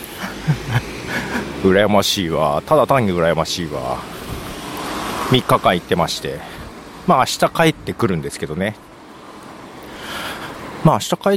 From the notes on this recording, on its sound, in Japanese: 仕事納めが早めに終わったの、あまり行かないところを散策し、早めの昼飯を食べつつ、歩きながら収録しました。